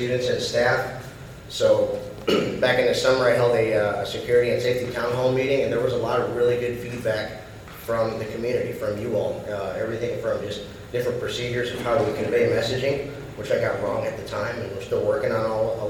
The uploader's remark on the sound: The following audio was excerpted from the Fall, 2022 VCS State of the School.